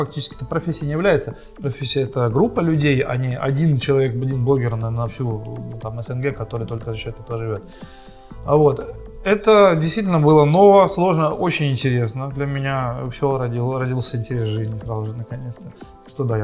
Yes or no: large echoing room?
no